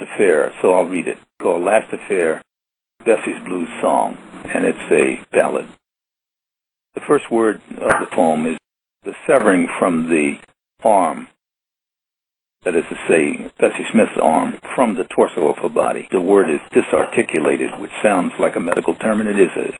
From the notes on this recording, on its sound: Agreed to be interviewed by telephone. Is being presented as a historical recording.